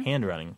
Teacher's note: I do, because I kind of want to drop the D off there, handwriting. There's like a pause that's forced in there between that D and the R sound.